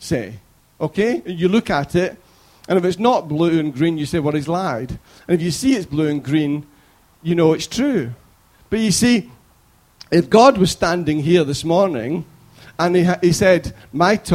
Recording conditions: large echoing room